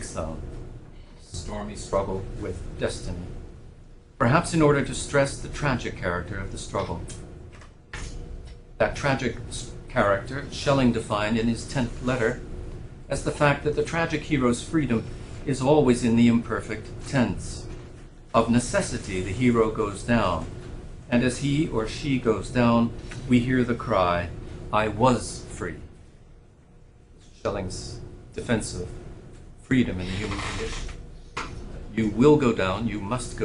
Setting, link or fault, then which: setting, large echoing room